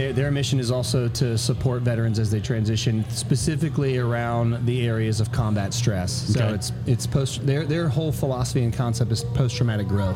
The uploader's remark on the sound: This episode that was taped at Line Creek Brewing Co. In Fayetteville, GA.